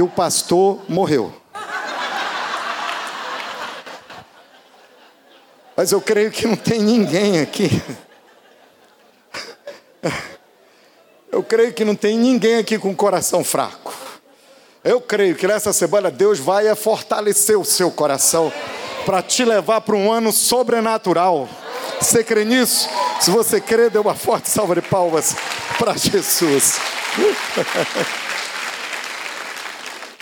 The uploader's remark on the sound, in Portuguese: Podcast gravado na PAES Piedade no dia 03/12/2018